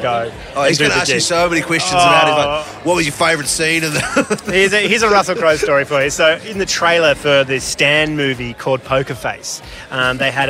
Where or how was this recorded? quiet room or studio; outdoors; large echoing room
outdoors